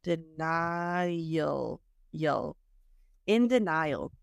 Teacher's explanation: That's another example of a Y intrusion in American English